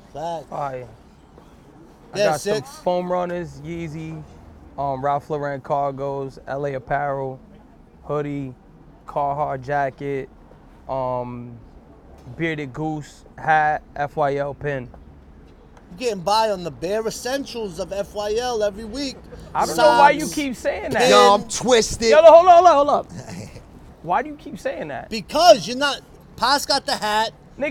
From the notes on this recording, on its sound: Thanksgiving day live from Coney Island!